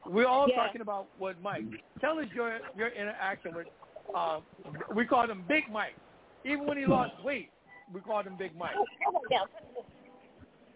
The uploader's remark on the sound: This a call in show